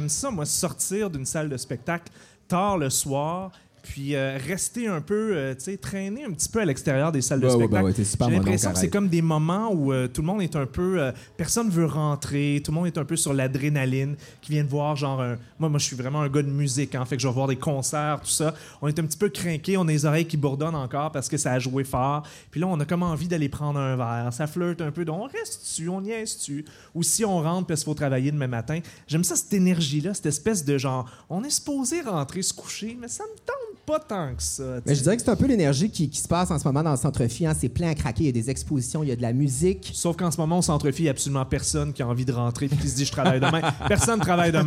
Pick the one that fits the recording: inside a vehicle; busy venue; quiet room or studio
busy venue